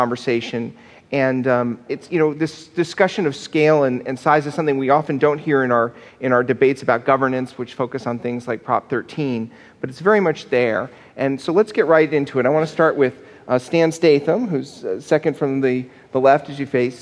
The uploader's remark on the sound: in a conversation at the Fresno Art Museum